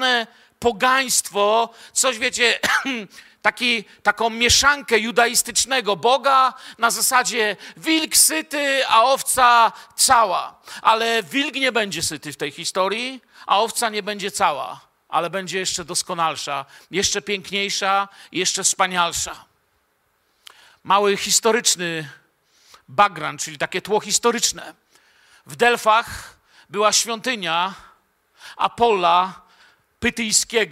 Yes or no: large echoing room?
yes